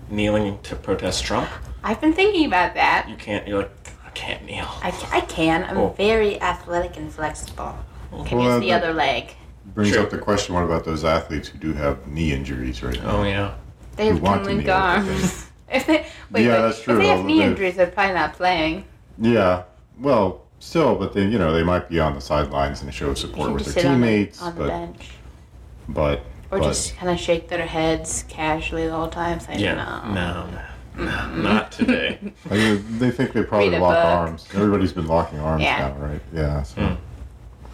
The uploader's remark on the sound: Very sorry for the static and mic noise!